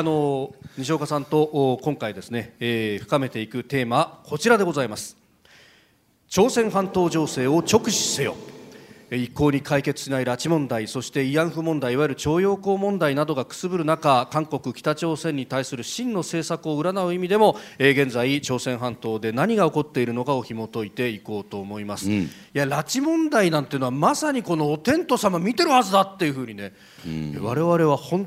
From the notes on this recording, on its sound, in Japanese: ポッドキャスト公開収録 in 麗澤大学。